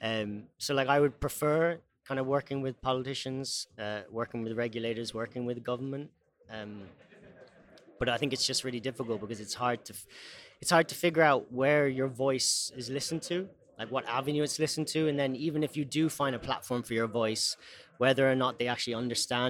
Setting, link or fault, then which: setting, busy venue